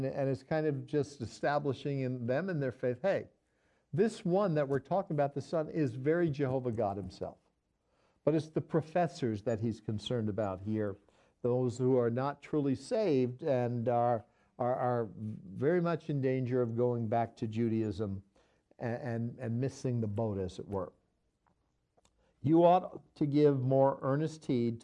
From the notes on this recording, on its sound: This episode was recorded live on 2/2/18.